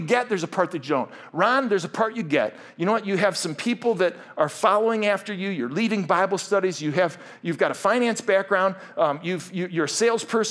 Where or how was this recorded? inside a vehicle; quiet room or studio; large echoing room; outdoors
large echoing room